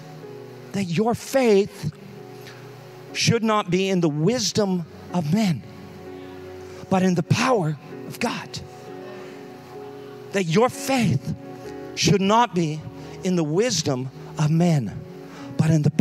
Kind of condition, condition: setting, large echoing room